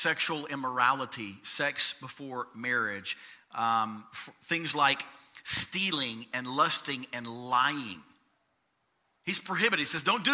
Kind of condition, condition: setting, large echoing room